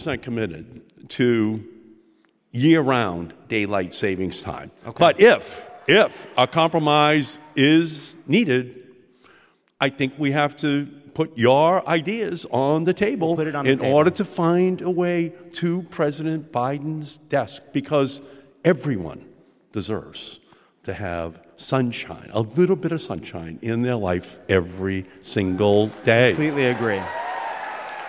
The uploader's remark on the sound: Live from Boston.